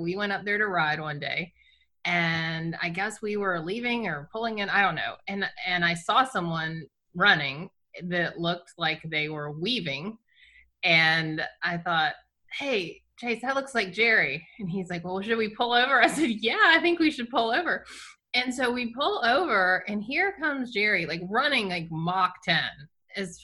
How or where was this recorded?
video call